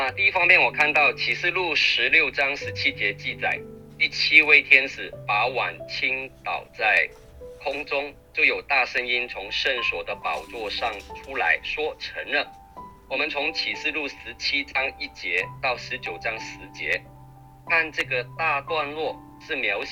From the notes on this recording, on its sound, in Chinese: 近期錄音事工為配合疫情，錄音者全程皆配戴口罩。收音皆有些微影響。本週因應國定假日為電話錄製。